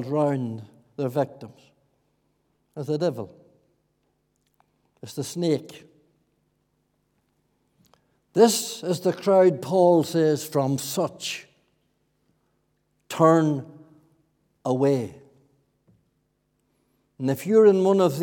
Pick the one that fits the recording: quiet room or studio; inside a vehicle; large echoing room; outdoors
large echoing room